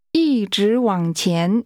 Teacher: The tones are high level, rising, falling rising, and rising.